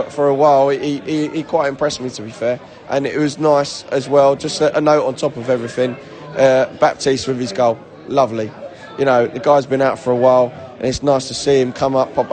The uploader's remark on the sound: Post-Match Podcast from The Stands and Pub. We spoke to fans directly after Brentford's 3-1 victory against Luton in the pub and the stands.